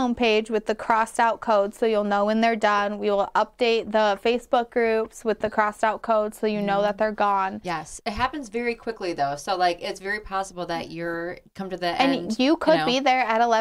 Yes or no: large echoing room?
no